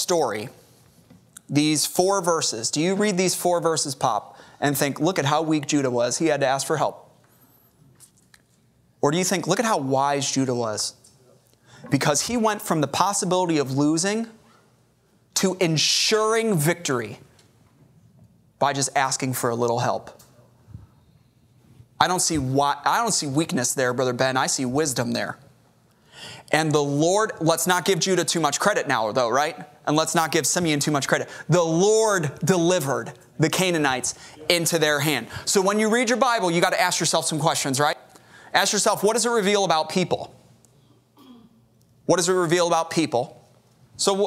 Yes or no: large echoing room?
yes